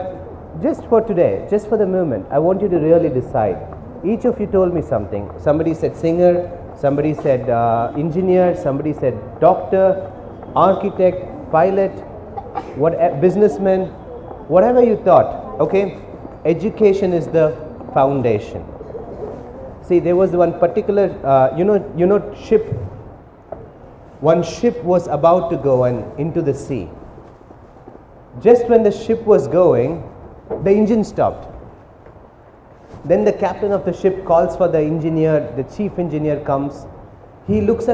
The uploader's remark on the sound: A recording of my conversation with the 100+ students that I worked with in a drive to empower some under privileged children.